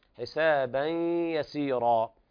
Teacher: إدغام بغنة ناقص لوقوع الياء بعد التنوين